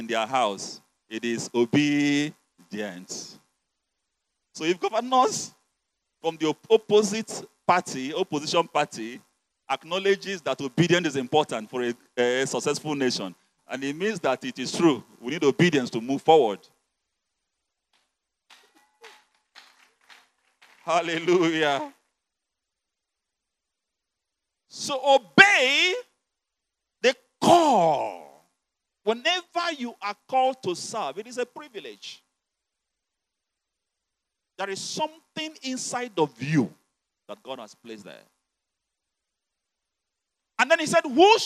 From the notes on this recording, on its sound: You're listening to the uncompromising word of God preached at the Overcomers Church World Outreach.